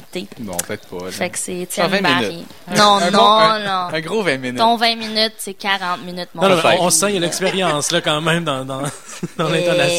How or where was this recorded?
busy venue